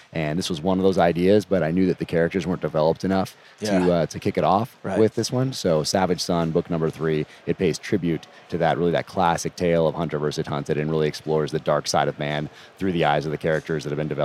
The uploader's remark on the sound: This interview was recorded in January 2020 at the Las Vegas SHOT Show